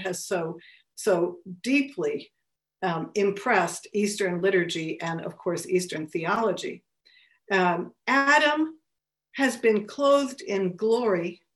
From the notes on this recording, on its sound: A webinar lecture. Co-presented by the Lumen Christi Institute and the Godbearer Institute.